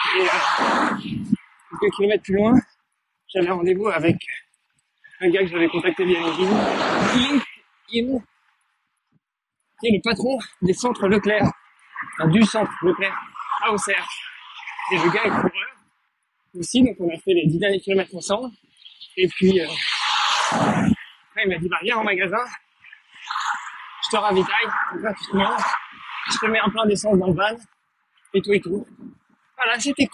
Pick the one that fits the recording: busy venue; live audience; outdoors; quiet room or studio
outdoors